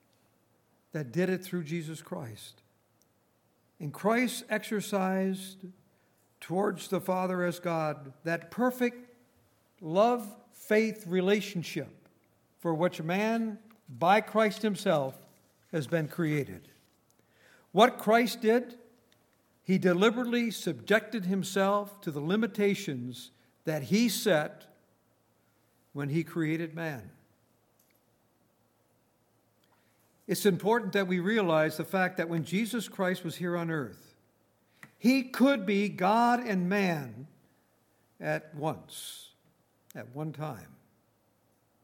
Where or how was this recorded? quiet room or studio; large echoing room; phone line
large echoing room